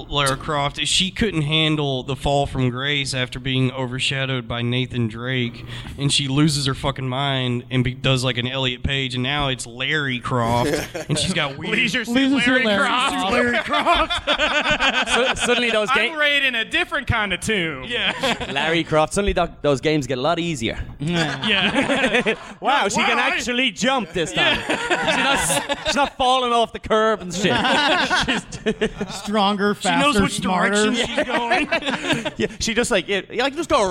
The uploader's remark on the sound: Live from the Tiny Penis